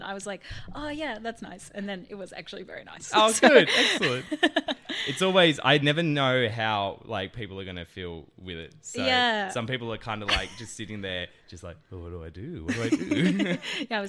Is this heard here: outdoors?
no